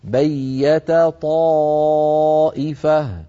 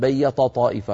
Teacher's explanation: مثلا من ذلك قوله تعالى في الآية 81: بيت طائفة، انظروا في المصحف، بيت آخرها تاء، طائفة أولها طاء، والتاء والطاء من المخرج ذاته، لكن التاء مرققة والطاء مفخمة · Shown in: first take · فعلى القارئ أن يبين ويخلص ترقيق التاء من تفخيم الطاء.